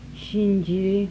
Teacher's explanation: Voiceless palatal alveolar fricative